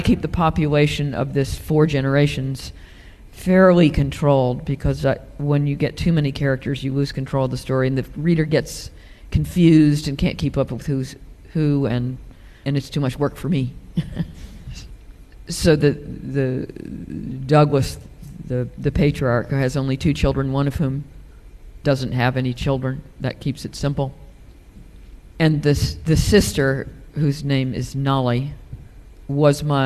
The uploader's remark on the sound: at a Guardian live event recorded in London